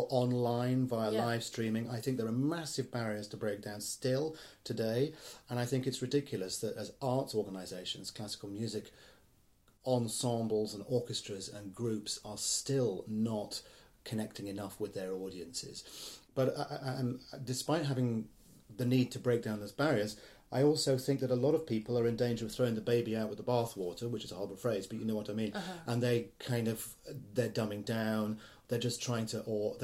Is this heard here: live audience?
no